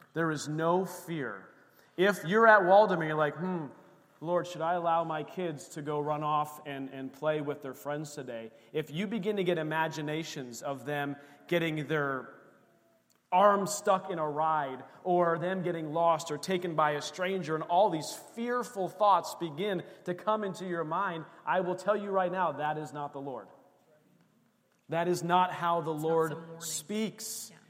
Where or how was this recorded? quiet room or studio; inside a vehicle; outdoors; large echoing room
large echoing room